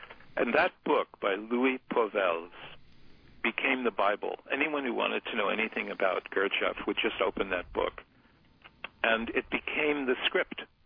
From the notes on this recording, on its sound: we converse by telephone